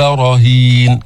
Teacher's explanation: التفخيم بالراء لأنها مفتوحة